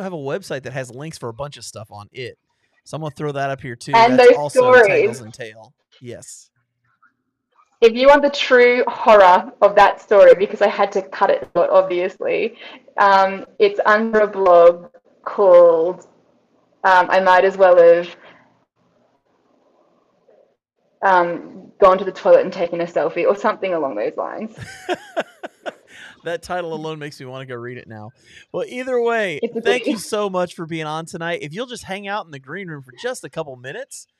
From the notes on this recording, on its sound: There were some technical issues with this episode.